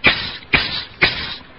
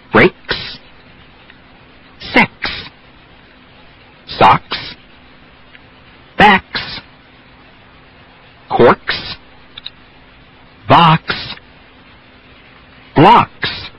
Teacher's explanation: Now, when you reverse that and have the KS combination, again, you get one of those affricate versions where the K explodes directly into the friction S